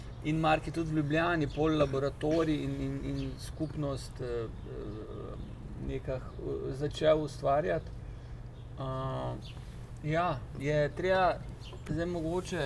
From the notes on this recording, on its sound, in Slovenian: Na ulici pred hišo ter pred publiko. GT22.